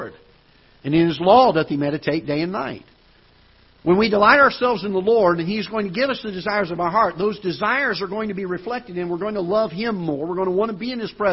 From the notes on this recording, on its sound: Ketha Heights Baptist Church ~ Live Broadcast.